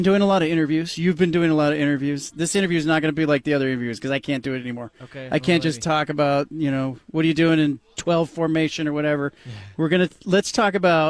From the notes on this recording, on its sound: from Pac-12 Media Day in Las Vegas